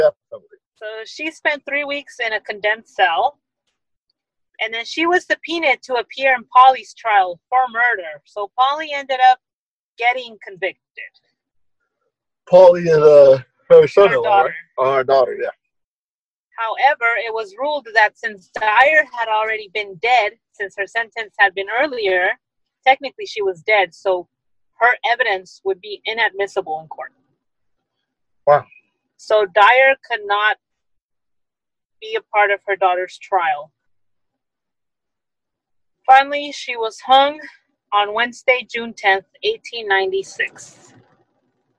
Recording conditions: video call